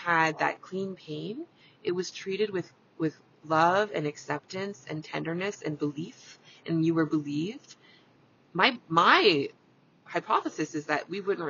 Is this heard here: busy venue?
no